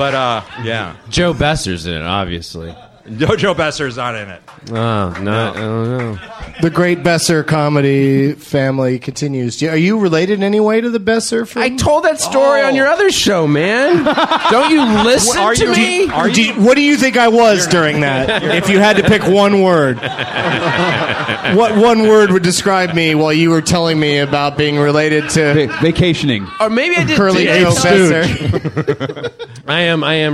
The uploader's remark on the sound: A special DLM/Benson Interruption hybrid taped at the UCB Theatre New York during the 13th Annual Del Close Marathon.